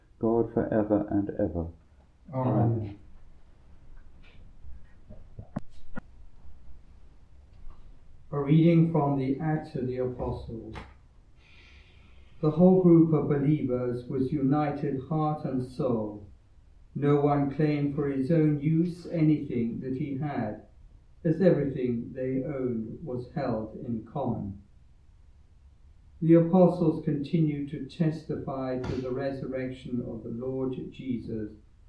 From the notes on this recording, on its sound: Recorded live at Southgate House on 18 April 2023.